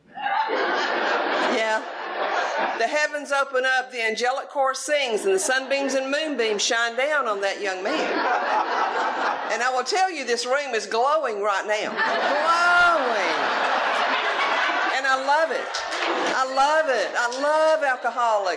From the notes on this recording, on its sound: at the 44th Annual Oceanfront Conference held in Virginia Beach Virginia in February of 2020